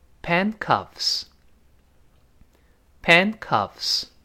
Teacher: Pan 失去爆破，后面再加这 cuffs 就好了